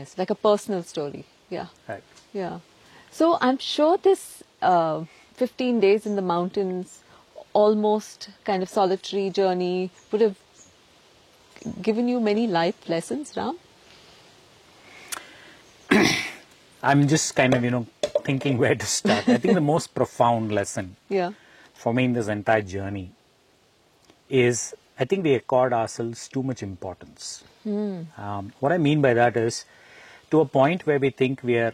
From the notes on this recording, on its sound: Shot on location at Hutridurga, a trekking destination near Bengaluru.